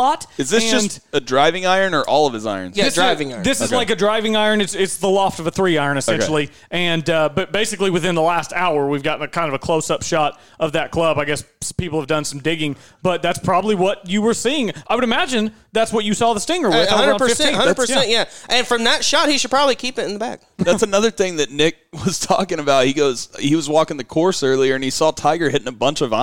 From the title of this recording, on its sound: LIVE FROM SOUTHERN HILLS DAY 1!!!